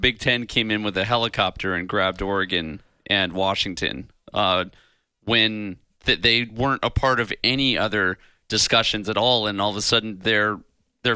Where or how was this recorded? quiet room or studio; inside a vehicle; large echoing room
quiet room or studio